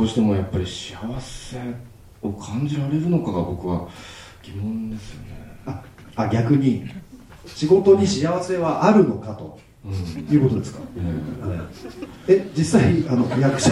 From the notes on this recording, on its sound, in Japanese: 7/16に行われたJ-WAVE主催の試写会の舞台をかりて、公開生収録を行ってきました。会場にはサプライズゲストであの人も登場！